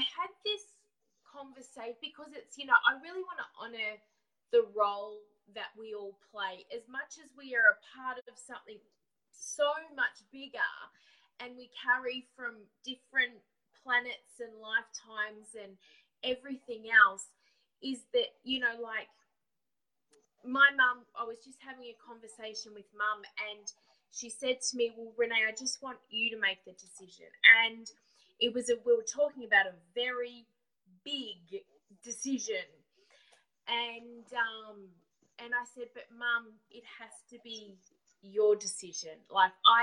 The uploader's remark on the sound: The sound is a little sketchy